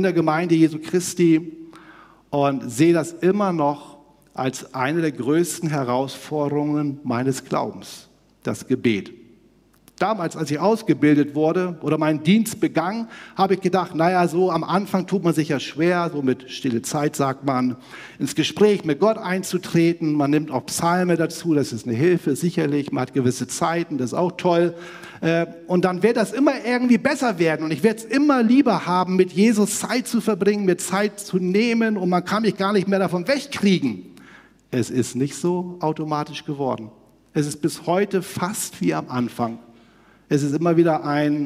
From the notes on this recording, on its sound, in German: aus dem Einführungsgottesdienst der Missionsberg-Gemeinde (LM)